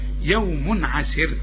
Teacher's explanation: تنوين وبعد عين، العين بقى من حروف الإظهار ما تغنش